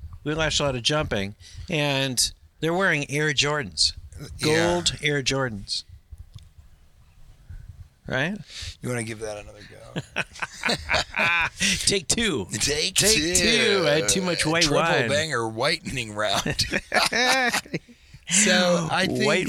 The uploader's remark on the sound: Recorded in a Taxi on the way to equine adventure